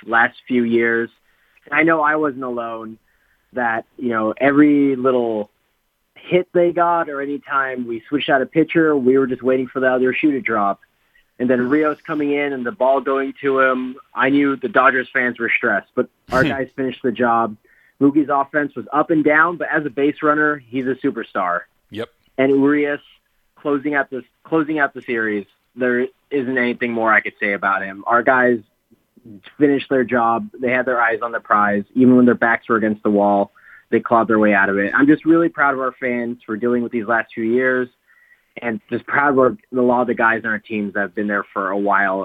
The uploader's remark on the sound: opens up the phone lines and allows you to react